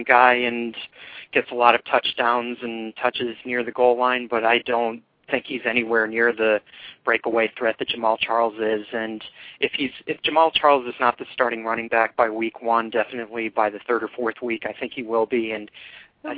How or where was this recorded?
phone line